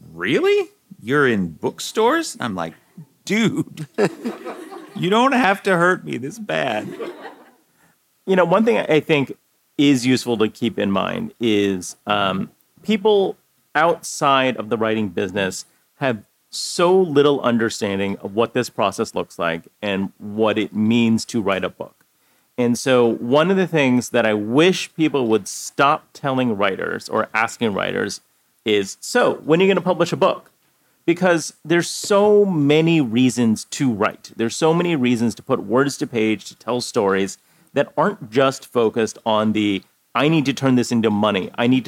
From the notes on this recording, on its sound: A few months ago, we were on a cruise ship in Alaska recording podcast episodes for 2024! This live recording features a Q&A with cruise attendees.